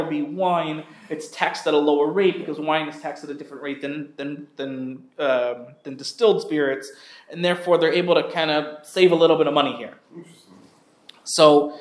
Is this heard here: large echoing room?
yes